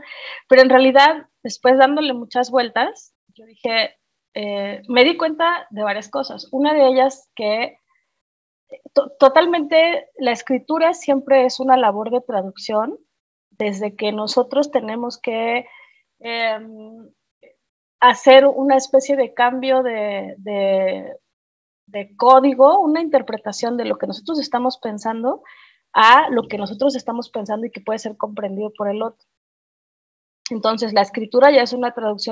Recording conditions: video call